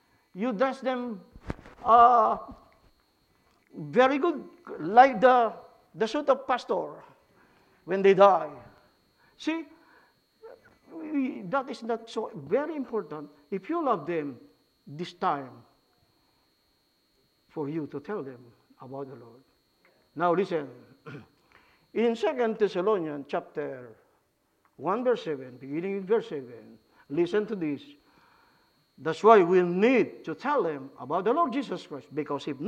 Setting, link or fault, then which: setting, large echoing room